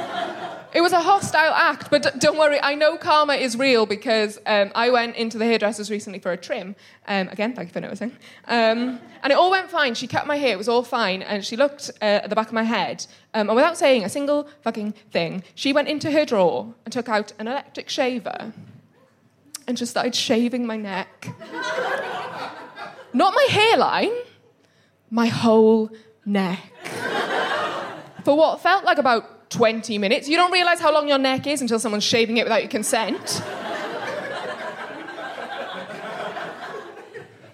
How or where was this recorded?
busy venue